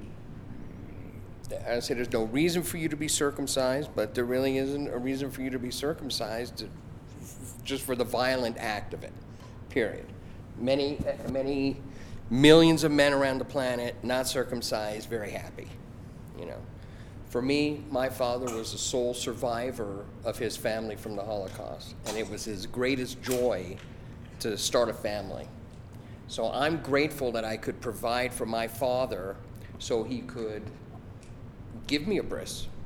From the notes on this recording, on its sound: This is a recording of the Introduction and Q&A around the second screening of the Cut Tour. This screening took place at the Covenant United Methodist Church in Albuquerque.